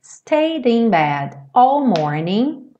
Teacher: E aí você já junta o D direto no in bed